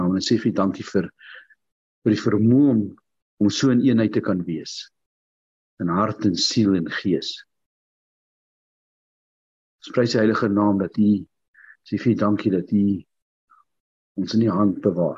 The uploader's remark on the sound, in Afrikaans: Zoom Byeenkoms 7 April 2022. Manne van die Woord Zoom Byeenkoms.